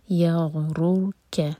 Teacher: را پر دمہ تو را ہیوی اور را ساکن بھی ہیوی ہوگا کیونکہ اس سے پہلے دمہ